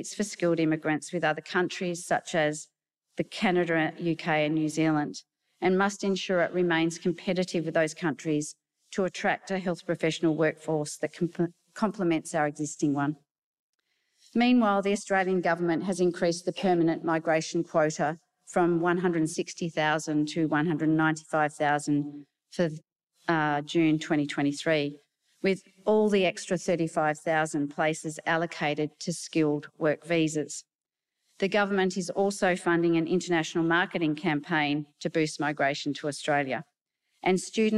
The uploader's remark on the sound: a session that was held at the Australian Pharmacy Professionals’ conference at the Gold Coast